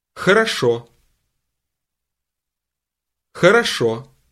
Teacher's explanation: This word begins with another sound that doesn't exist in English. It's something like the letter H, but it's pronounced with a lot of breath.